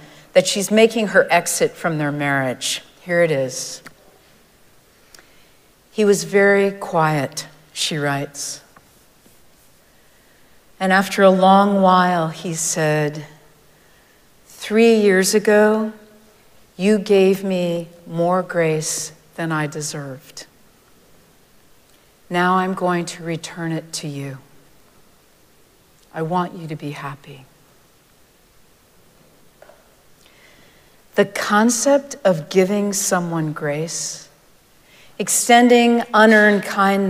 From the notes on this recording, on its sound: Recorded live at Arlington Street Church